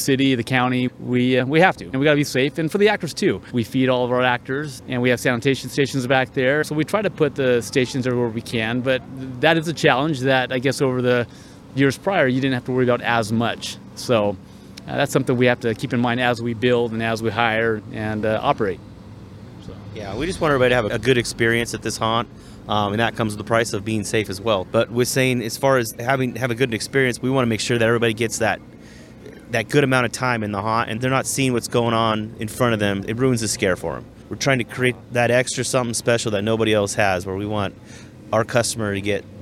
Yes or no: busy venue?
yes